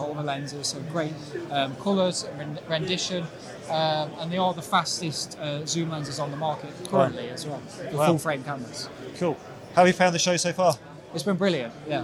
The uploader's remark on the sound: Canon XC Protocol at KitPlus Show 2023.